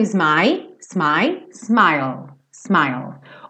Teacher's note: A ideia aqui é você terminar esse som com o L lá no céu da boca.